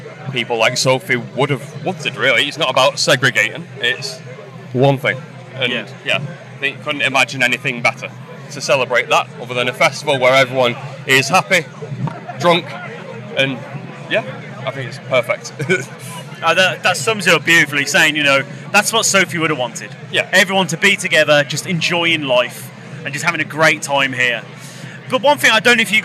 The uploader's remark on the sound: Live from Bloodstock 2023. We talk all about their set at the festival earlier on that day.